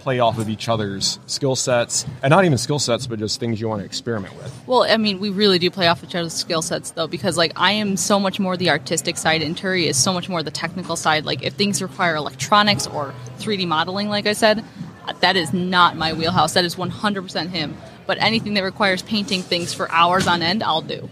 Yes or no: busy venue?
yes